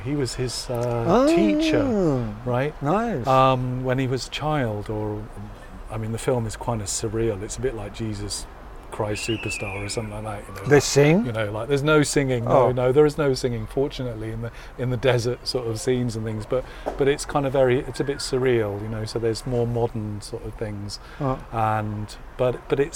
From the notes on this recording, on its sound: Radio-On-Berlin. Live from the Balcony.